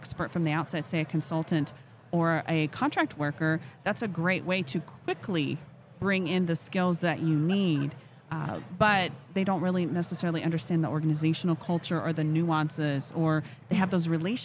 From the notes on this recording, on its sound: Live at HR Tech 2022